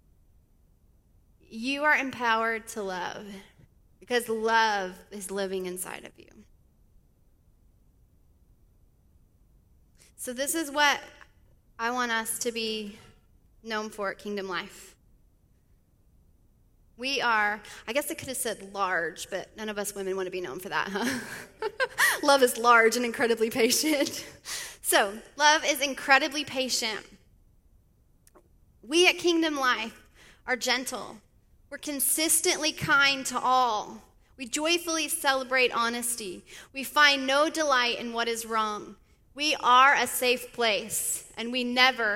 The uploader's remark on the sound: speaks at the Sunday Service of KLSA